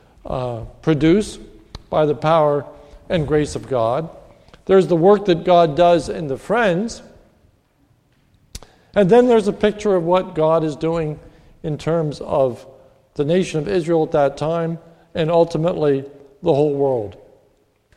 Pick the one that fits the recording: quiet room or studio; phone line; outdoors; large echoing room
large echoing room